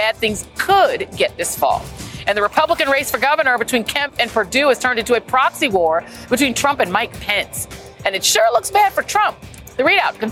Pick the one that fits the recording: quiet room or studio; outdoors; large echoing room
outdoors